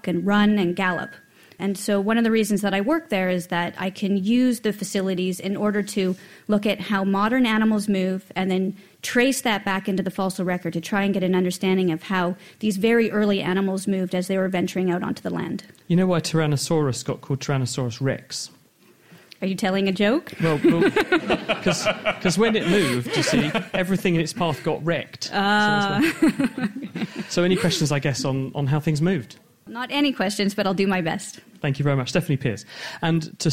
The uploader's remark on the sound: In front of a live audience at the Cambridge Science Centre.